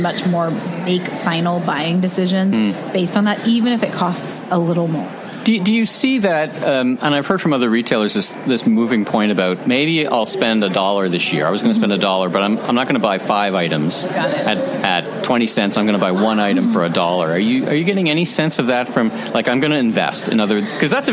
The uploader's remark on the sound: Recorded live in person at the 2022 CommerceNext Ecommerce Growth Show. In New York City.